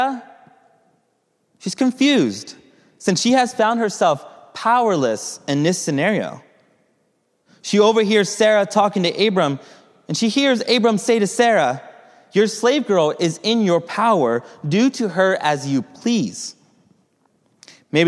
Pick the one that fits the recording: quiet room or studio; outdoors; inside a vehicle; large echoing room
large echoing room